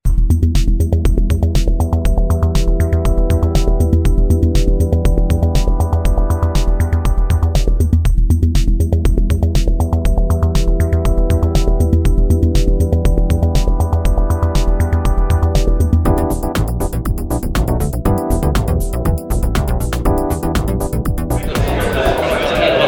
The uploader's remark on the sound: live at the Wings Over New Zealand Forum Meet